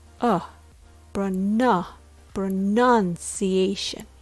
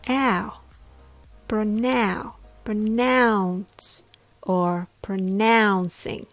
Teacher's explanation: The word pronunciation has the vowel uh in the second syllable. · Shown in: first take